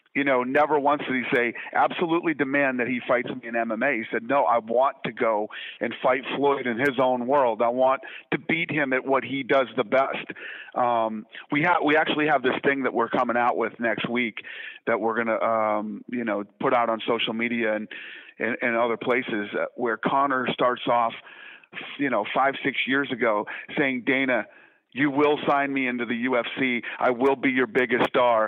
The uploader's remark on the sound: conference call